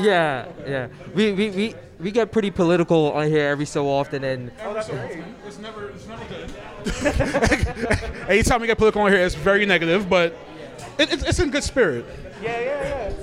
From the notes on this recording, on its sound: A live show from Nyc Lab Rats " Spaced Out" Event.